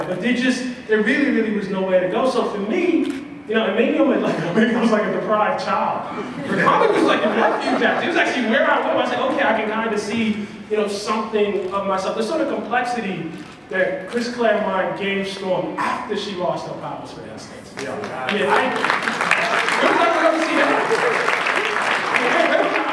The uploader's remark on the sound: Black Panther NYCC 2016 Panel_1.mp3.